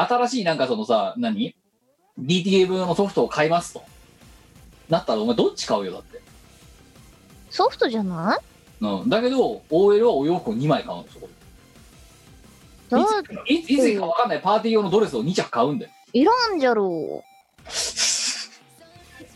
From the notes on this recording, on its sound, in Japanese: 本番組はリモート収録です。収録時環境の影響により、聴き取り辛い部分があります。おまけに収録コンディションが悪くてガビガビ音声？！音声が歪んだり飛んだりしています。